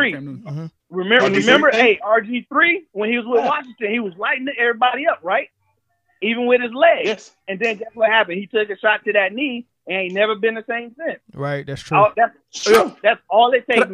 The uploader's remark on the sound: In this episode we discuss NBA and NFL while engaging live callers.